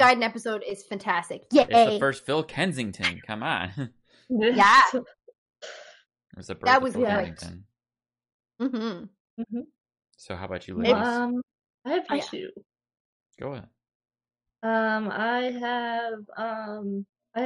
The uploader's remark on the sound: Due to higher bandwidth usages across the world, recording a Podcast that has always been international has become increasingly challenging. We try our best to maintain audio fidelity with the added connection issues we face.